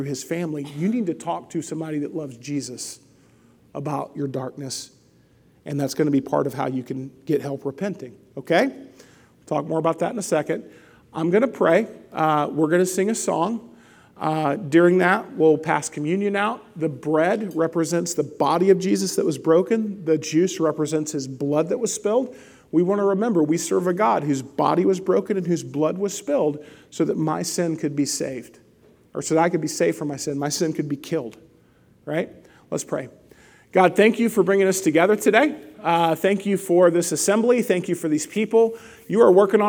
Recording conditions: large echoing room